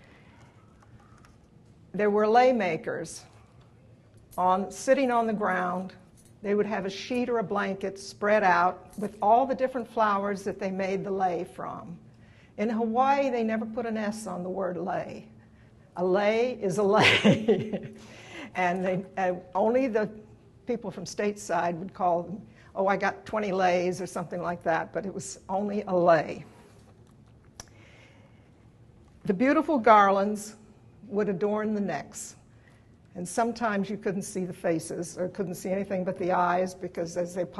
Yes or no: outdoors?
no